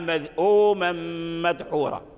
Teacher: مذؤوما مدحورا فيه القصر. لماذا؟ لأن الذال حرف صحيح ساكن